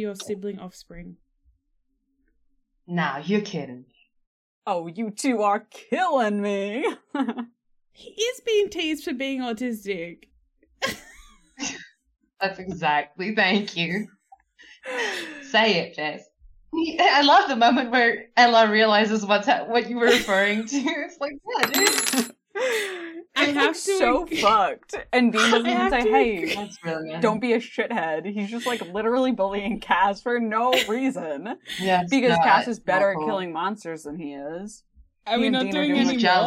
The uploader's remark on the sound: We've had to use some back up audio for this one, sorry for the dip in quality.